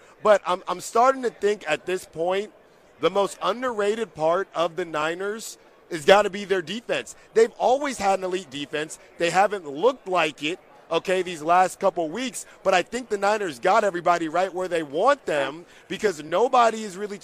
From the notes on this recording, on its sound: LIVE FROM RADIO ROW IN LAS VEGAS!